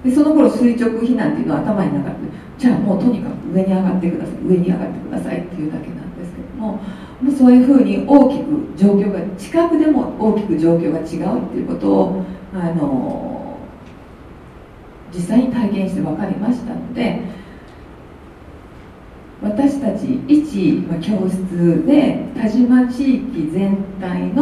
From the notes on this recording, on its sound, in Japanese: 2020年2月1日（土）に舞鶴市西駅交流センターにて開催された京都府北部地域連携都市圏形成推進協議会 生涯学習講座第３回北近畿創生フューチャーセッションの模様を録音でお送り致します。2020年2月1日（土）に舞鶴市西駅交流センターにて開催された京都府北部地域連携都市圏形成推進協議会 生涯学習講座第３回北近畿創生フューチャーセッションの模様を録音でお送り致します。参加者全員で未来志向の対話をします。